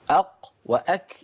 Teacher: القاف من الحنك من أقصى اللسان مع الحنك اللين، والكاف من أقصى اللسان مع بين الحنك اللين والحنك الصلب، أق وأك إلى الأمام.